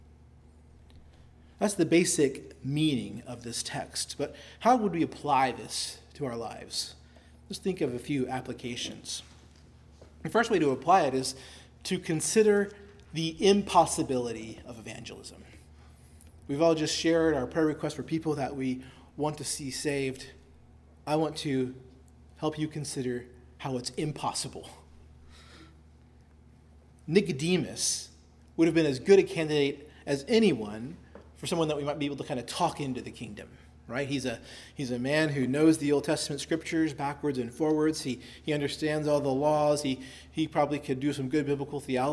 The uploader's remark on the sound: delivered at Christ Our Savior Baptist Church on Sunday evening, October 1, 2023.